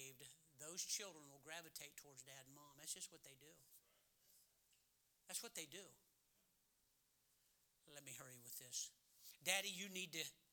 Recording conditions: large echoing room